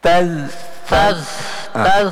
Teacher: Sementara kembali lagi huruf zal tidak ada sofirnya. Arti sofir itu desir, ya.